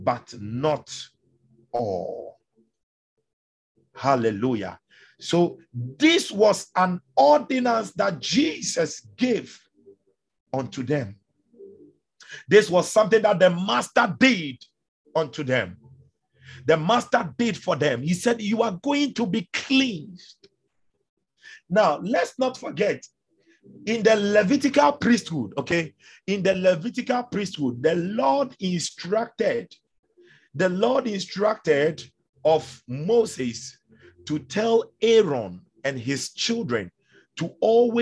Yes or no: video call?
yes